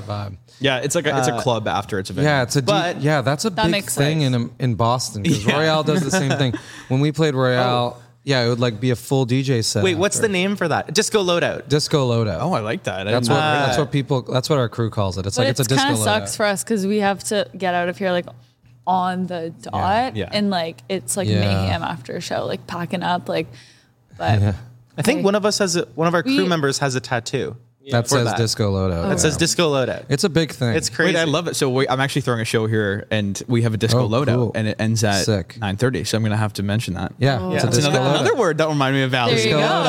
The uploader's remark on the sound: We’re live from Guy Fieri's Tequila Cocina